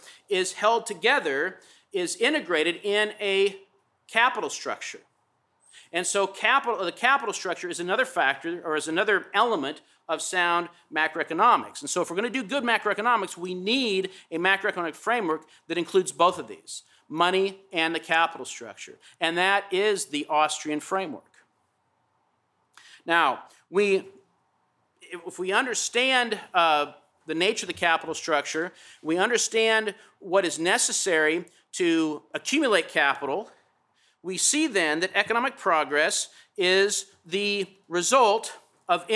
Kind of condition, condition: setting, large echoing room